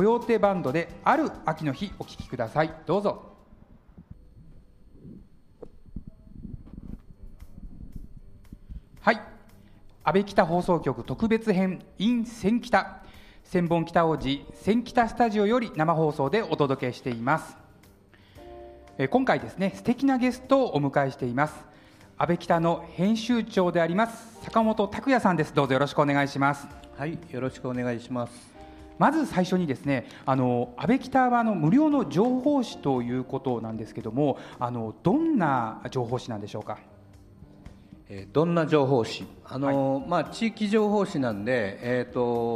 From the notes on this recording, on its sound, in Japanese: 公開収録。1000KITA（千本北大路）で開催された平成28年度「第2回センキタフェスタ」～センキタで北区の魅力を再発見～でRADIO MIX KYOTO 公開生放送＆番組制作ワークショップ（地域防災）を実施しました！サテライトスタジオ（千本北大路 1000KITA STUDIO）。